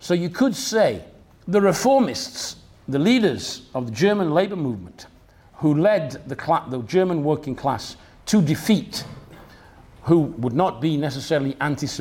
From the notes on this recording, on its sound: talk from Revolution Festival 2019